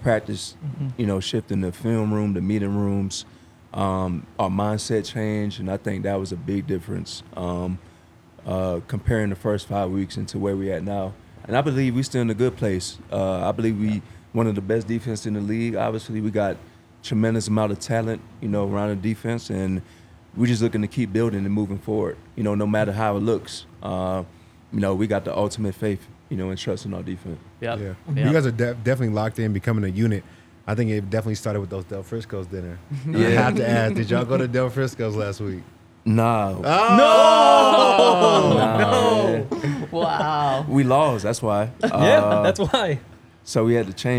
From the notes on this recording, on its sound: coming to you LIVE from the DNVR Bar